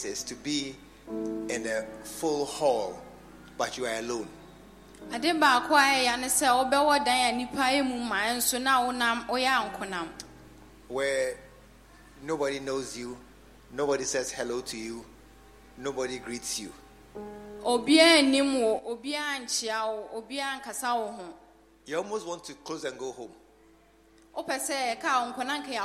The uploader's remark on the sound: Preached at the True Vine Cathedral, Bantama